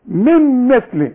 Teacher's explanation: اهو في غنة من مثل، النون بعدها ميم